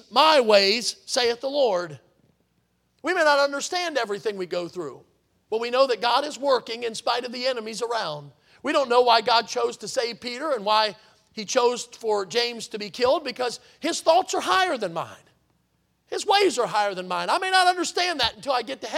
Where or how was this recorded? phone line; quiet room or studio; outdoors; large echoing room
large echoing room